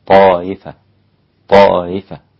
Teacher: إذا وقف حمزة على طائفة سهل الهمزة